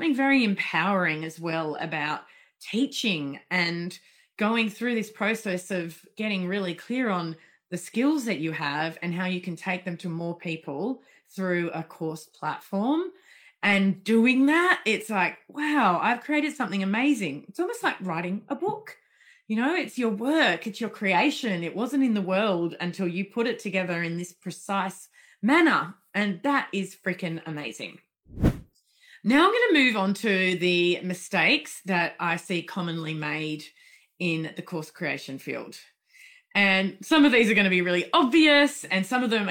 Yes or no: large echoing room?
no